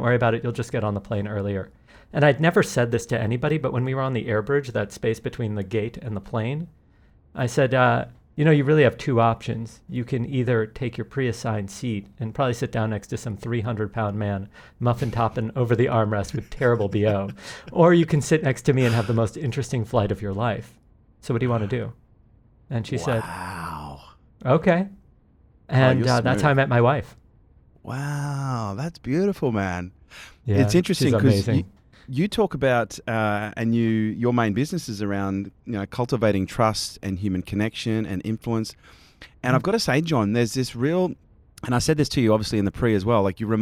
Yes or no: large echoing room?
no